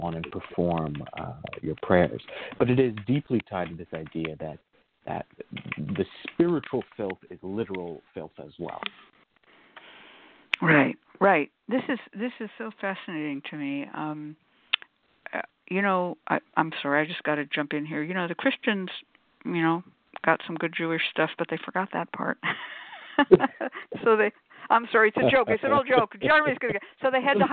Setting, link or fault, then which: link, phone line